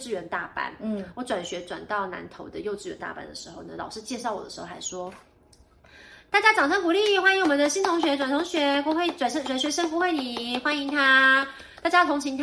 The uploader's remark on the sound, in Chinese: 本集不是在錄音室錄製，有點空間感